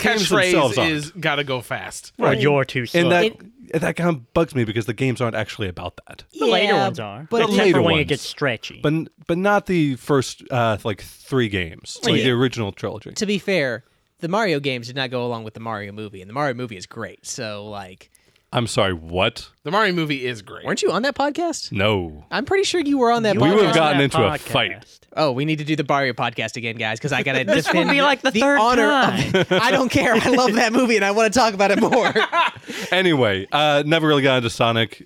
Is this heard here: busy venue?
no